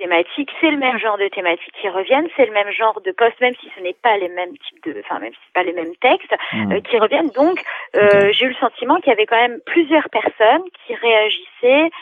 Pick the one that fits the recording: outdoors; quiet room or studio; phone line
phone line